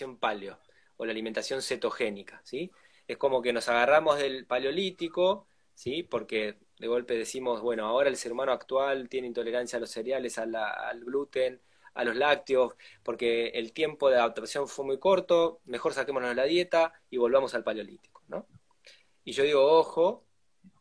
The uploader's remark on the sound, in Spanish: Audio de la charla en VIVO por Instagram